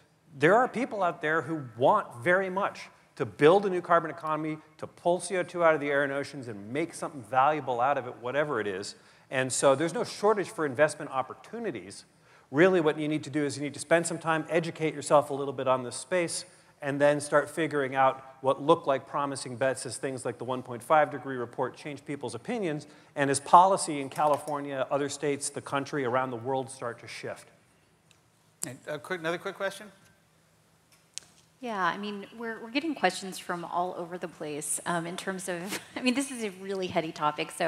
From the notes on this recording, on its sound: The best of live interviews from GreenBiz events.